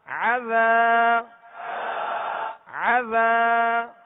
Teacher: زال کو نرمی کے ساتھ ادا کرنے اور ایک الف کی مقدار کھینچیں گے · Term: الف مدہ